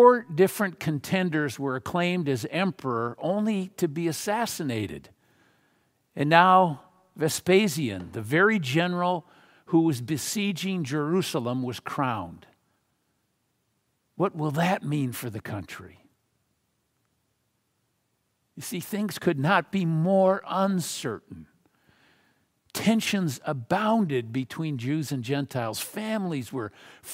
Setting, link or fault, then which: setting, large echoing room